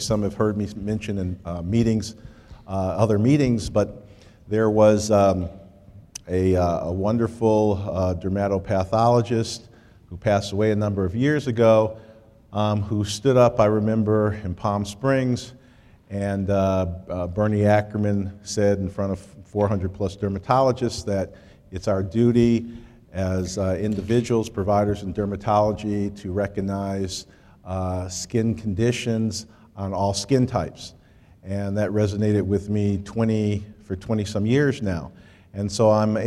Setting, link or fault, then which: setting, live audience